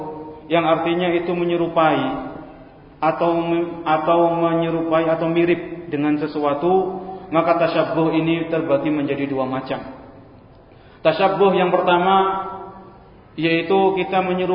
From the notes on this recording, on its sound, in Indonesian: Direkam pada: Senin, 31 Desember 2018 Masjid Ahmad Yani Surabaya